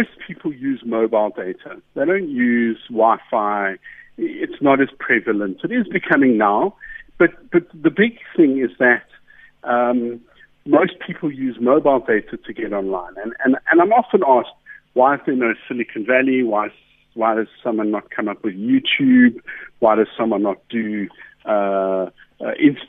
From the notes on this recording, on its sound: INTERVIEWEE VIA PHONE